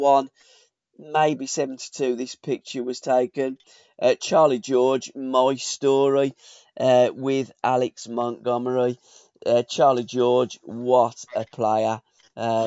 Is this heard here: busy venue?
no